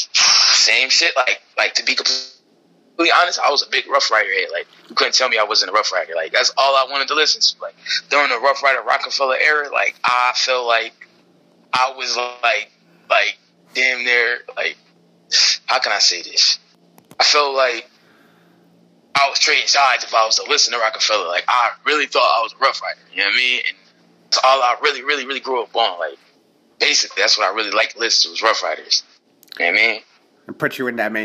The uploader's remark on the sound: called into the show to tell his story